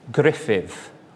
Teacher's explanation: The double D is a hard TH sound, as in although, with a little bit of a roll on the R.